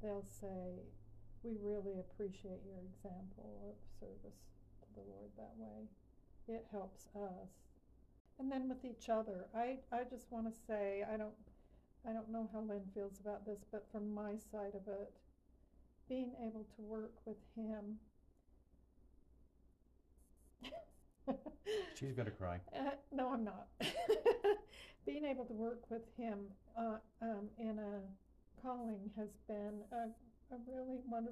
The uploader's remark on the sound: QUIET AUDIO ISSUES